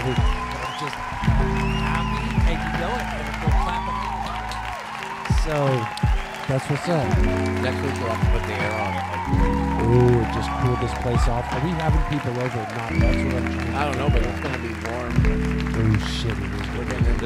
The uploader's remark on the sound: Filmed in front of a live Studio Audience